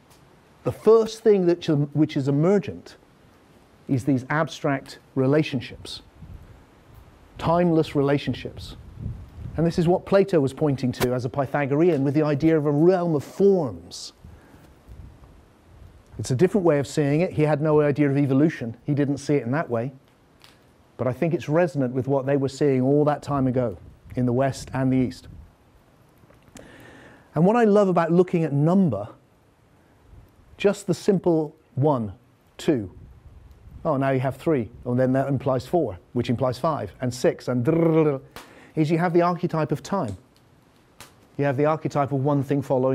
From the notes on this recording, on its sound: Filmed in the Fire Temple at Broughton Hall, Yorkshire during The Deep Awakening 2019 retreat.